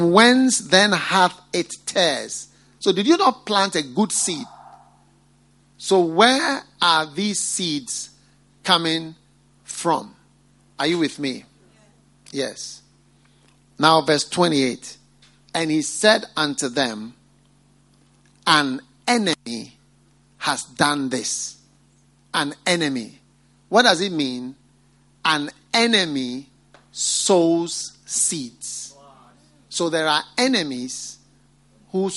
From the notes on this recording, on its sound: Preached at the FLOW Service, First Love Church.